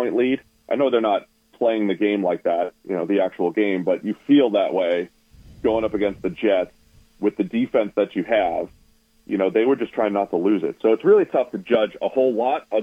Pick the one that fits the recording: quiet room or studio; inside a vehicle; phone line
phone line